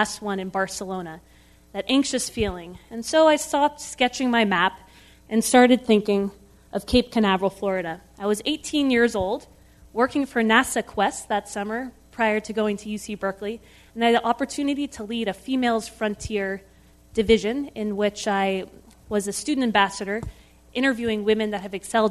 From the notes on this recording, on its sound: This program was recorded in front of a live audience at The Commonwealth Club on August 19, 2010